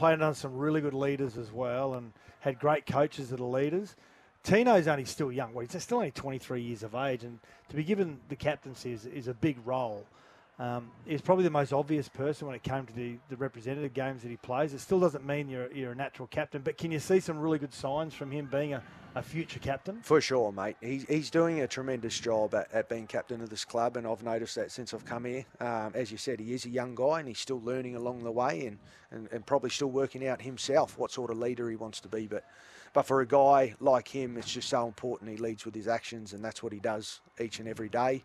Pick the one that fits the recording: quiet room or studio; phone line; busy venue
busy venue